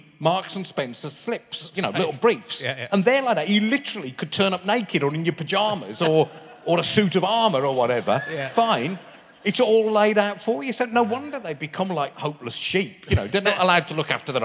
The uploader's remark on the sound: RHLSTP comes to Birmingham Town Hall. With over 1000 people in attendance.